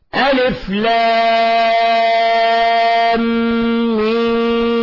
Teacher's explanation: وهناك حرفي مثقل لانه في ادغام، الف لام ميم، ادغمنا الميم الاولى في الميم الثانيه، الميم الاولى ساكنه والميم الثانيه متحركه، ادغمنا فصار عندنا ادغام متماثلين، فهذا سمي مد لازم حرفي مثقل لانه جرى في ادغام.